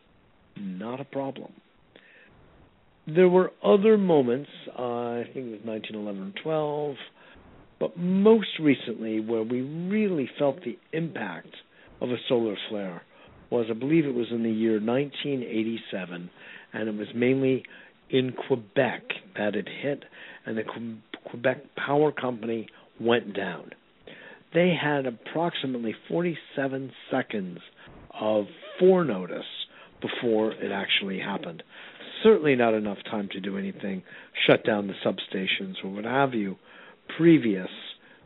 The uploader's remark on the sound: A Call-In Show.